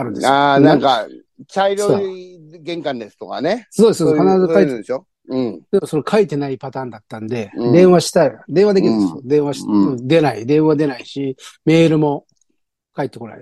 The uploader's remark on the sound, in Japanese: ZOOMで収録